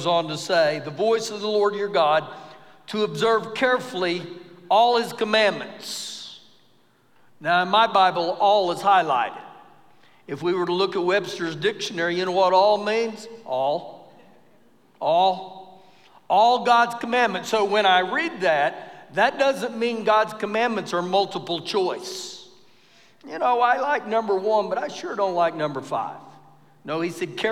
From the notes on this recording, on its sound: Recorded live during our Wednesday night service.